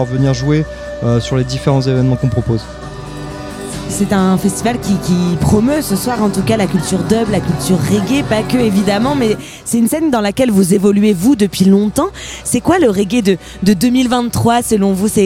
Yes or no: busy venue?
yes